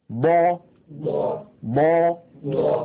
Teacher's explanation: المخرج الرابع من حافة اللسان، مخرج حرف الضاد.